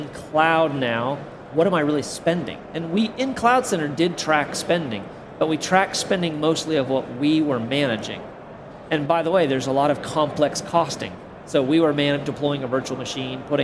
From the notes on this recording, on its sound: Recorded on the exhibitor floor of Cisco Live Barcelona.